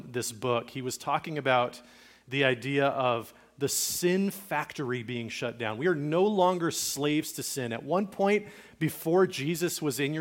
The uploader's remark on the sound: Recorded at Liferoads Church in Spokane, Washington